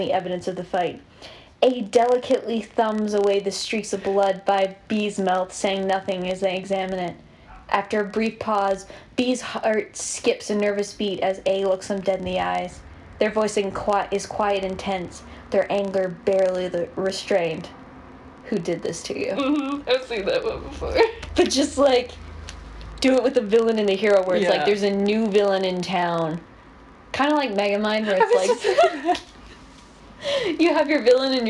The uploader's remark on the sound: We are still having technical difficulties but I think it’s better than last time.